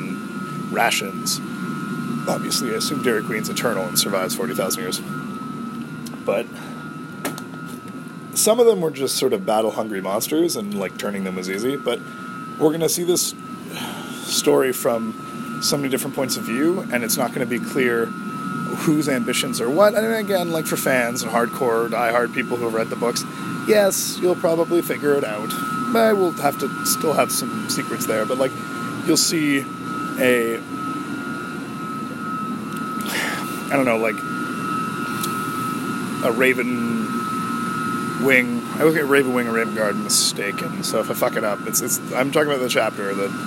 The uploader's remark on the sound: I'm getting mixed reviews on the background white-noises in my recording area, so I'll try a newer (more silent) room for the next taping.